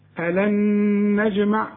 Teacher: أيحسب الإنسان أن لن نجمع عظامه؟ ألن، النون بدون تشكيل بتخش في النون اللي بعدها إدغام